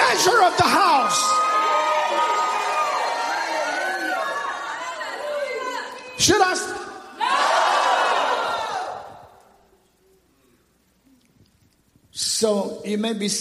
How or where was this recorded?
large echoing room